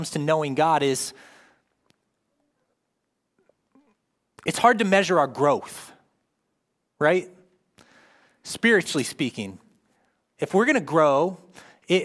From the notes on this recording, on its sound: live from Covenant Church